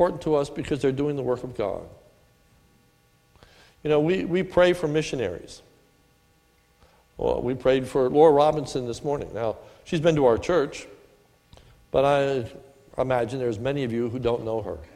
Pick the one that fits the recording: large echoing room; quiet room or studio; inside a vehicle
large echoing room